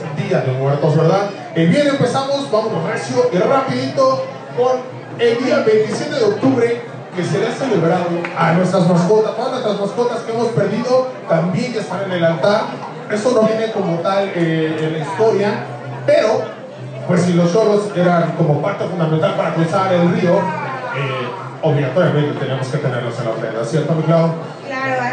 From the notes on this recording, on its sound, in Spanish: Compartimos escenario con músicos increíbles y escuelas de baile geniales, sin duda alguna un evento espectacular. Tuvimos un publico espectacular y divertido, no podemos calcular el numero de personas que había pero era impactante. Agradecemos a Cafetería Dendera por la invitación por tercera vez consecutiva.